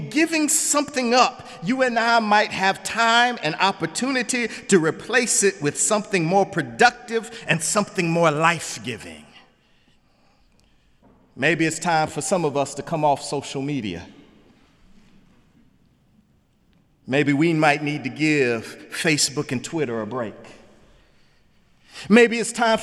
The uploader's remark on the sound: in the Memorial Church